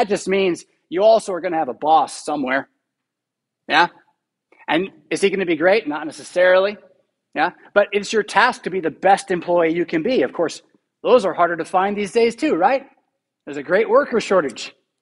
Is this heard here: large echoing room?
yes